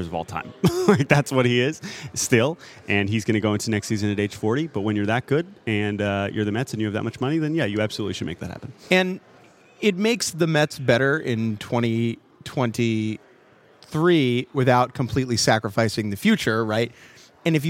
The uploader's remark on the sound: live from the Winter Meetings in San Diego